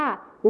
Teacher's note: จังหวะการพูดนะคะห้วนๆสั้นๆแล้วก็จะมีการตัดพยางค์บางคำ เช่นคำว่าทะเลก็จะพูดว่าเลนะคะอ๋อแบบนี้เองนะครับเรามาต่อกันที่ภาษาถิ่นต่อไปกันเลยนะครับนั่นก็คือภาษาถิ่นอีสานนั่นเองครับนักเรียนพอทราบไหมครับว่าในภาคอีสานของเรานะครับมีจังหวัดอะไรบ้างเอ่ยนักเรียนตอบมาว่าอุดรธานีค่ะ อุดรธานีนั่นเองนะครับแล้วก็มีอะไรอีกครับสกลนครใช่ไหมอ๋อโอเคครับผมซึ่งในภาคอีสานของเรานะครับก็จะมีภาษาถิ่นอีสานนะครับเนื่องจากว่าภาคอีสานนะครับเป็นพื้นที่ราบสูงนะครับแล้วก็จะมีภูเขาน